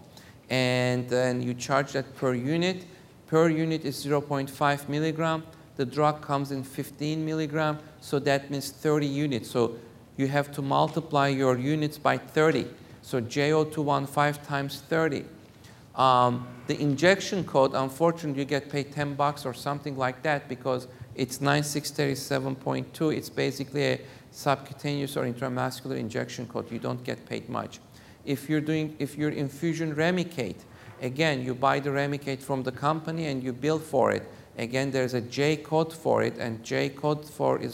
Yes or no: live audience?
yes